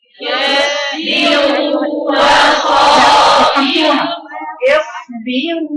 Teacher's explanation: الراء مفخمة لكن الواو رقيقة مادية